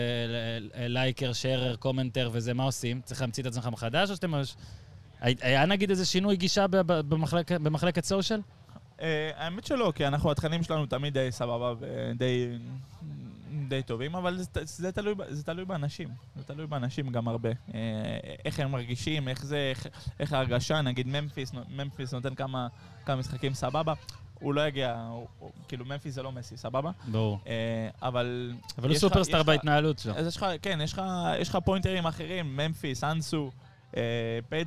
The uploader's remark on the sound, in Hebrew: חג וכל האולפנים בישראל סגורים? הקלטנו על סירה באמסטרדם.